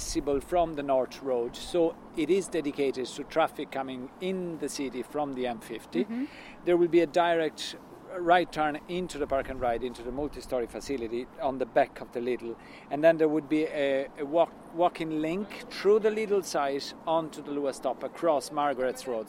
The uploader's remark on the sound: An audio journey of Luas Finglas - the proposed extension of the Luas Green Line from Broombridge to Charlestown in north Dublin - on site with members of the design team.